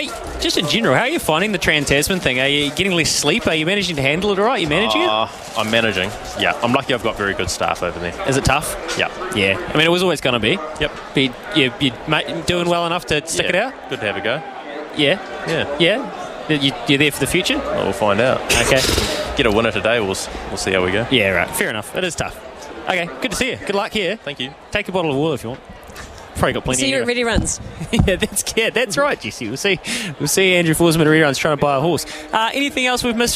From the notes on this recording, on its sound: catches up with The Good Oil from Riccarton Park